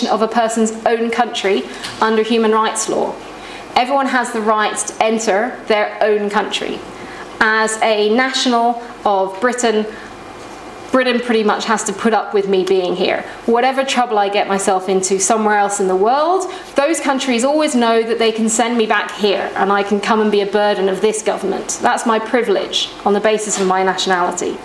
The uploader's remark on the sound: This podcast was recorded at the Refugee Studies Centre's second Wednesday Public Seminar of Michaelmas Term 2011, which was on Wednesday 19th October 2011 at the Department of International Development, University of Oxford.